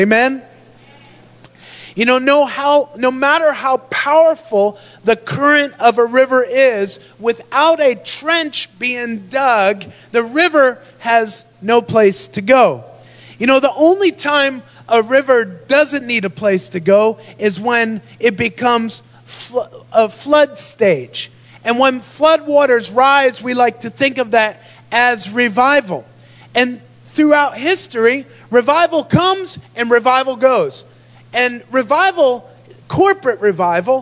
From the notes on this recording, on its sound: Recorded live in Dagsboro Church of God, Dagsboro, Delaware, United States of America.